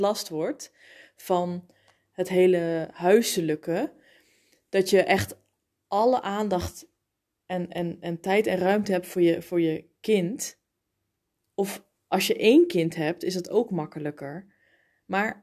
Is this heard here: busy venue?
no